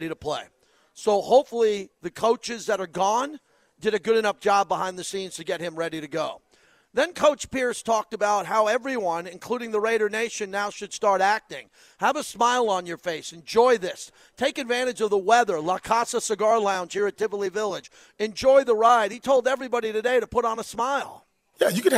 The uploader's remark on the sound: LIVE FROM LA CASA CIGARS IN TIVOLI VILLAGE